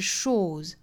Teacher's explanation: 最后的 shore 后面加的这个 s 应该读浊音，因为 shore 尾音呢是一个元音，元音后面去变过去式加 ed 也好，变复数加 s 也好，都是要读浊音的啊，清清浊浊的规律。所以这个词应该是 shores。但是不要读得过重哈，不要读成 shores，单词尾部注意一个浊音的轻化。好，这句话我再用非常慢的速度用英音来读一下，我读一遍你读一遍。 Did you ever stop to notice all